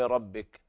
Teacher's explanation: وكلمة ربك الراء مفخمة من الدرجة الثانية